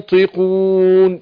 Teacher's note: يبقى مقدار الغنة حركتين الزمن بتاع حركتين وبفخمها